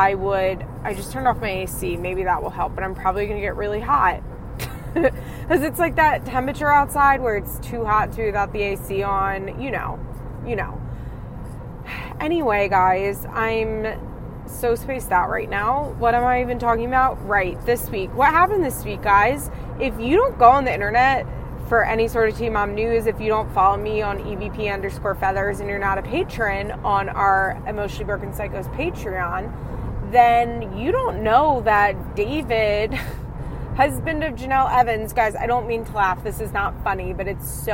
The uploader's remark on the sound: The very unconventional FIMH CarCast. Recording her thoughts and feelings from her car.